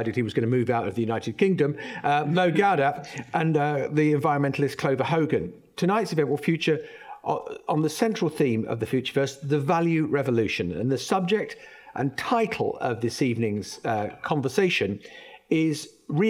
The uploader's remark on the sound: recorded on July 5 at Y TREE's second live event in the Futureverse series